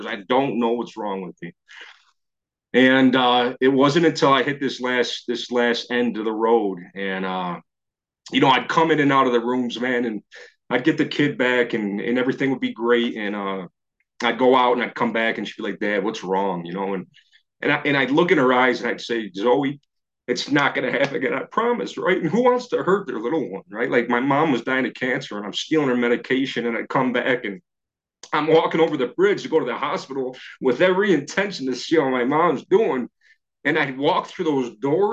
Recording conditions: video call